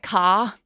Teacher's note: Our Australian accent is not a rhotic accent.